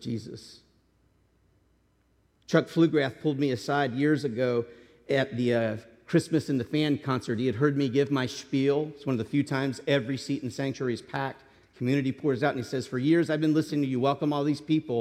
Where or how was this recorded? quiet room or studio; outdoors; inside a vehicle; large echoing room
large echoing room